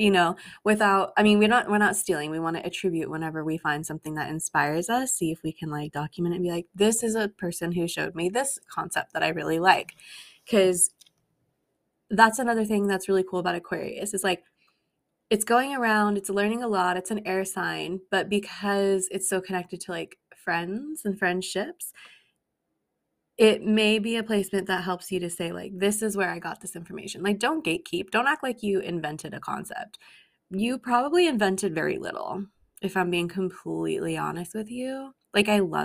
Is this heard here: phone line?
no